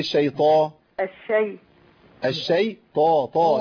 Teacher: لان الطاء عندي هنا في اعلى مراتب التفخيم